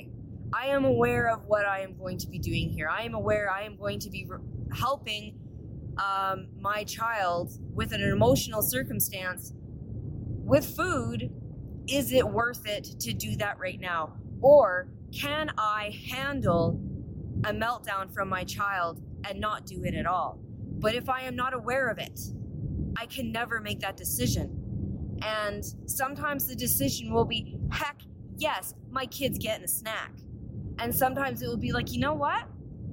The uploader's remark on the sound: I apologize the audio isn't great.